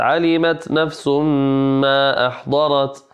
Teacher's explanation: فجاء مد ووراءه همزة قطع يمد أربع حركات ولكن هذا المد يسمى مدا منفصلا لأن المد انفصل على الهمزة